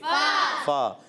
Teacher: اوپر والے دانتوں کے کنارے جب نیچے والے ہونٹ کے تر حصے سے لگتے ہیں تو ادا ہوتا ہے فا · Term: فا کا مخرج